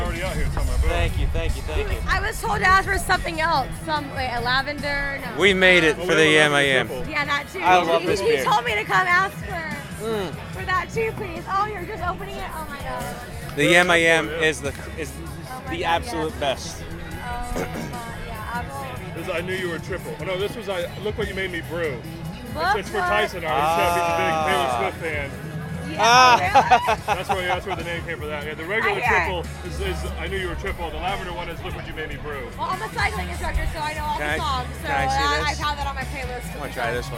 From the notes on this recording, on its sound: BMC - LIVE - The 2018 Florida Brewers Guild Craft Beer Festival.